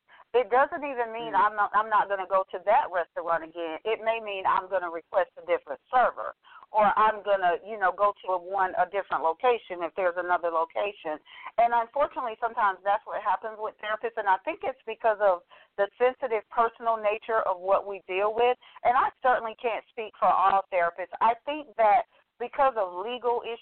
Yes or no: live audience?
no